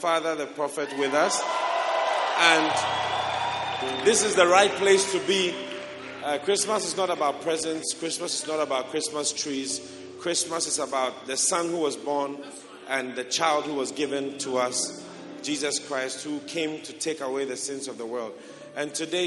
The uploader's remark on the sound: Preached at the Christmas Service.